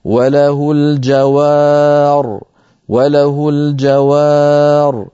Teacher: لا تعود الياء المحذوفة، ونقف وله الجوار وله الجوار. نعم، أيضا ننبه هنا على أن الراء مفخمة وليست مرققة